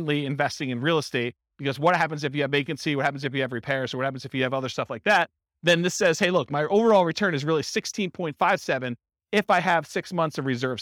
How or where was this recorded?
live audience